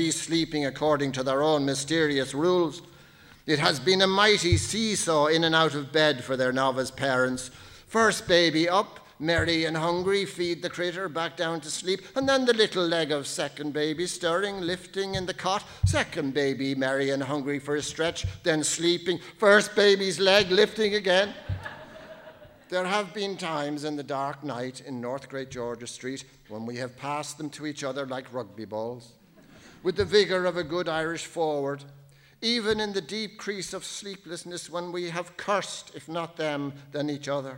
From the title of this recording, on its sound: Laureate For Irish Fiction Annual Lecture 2019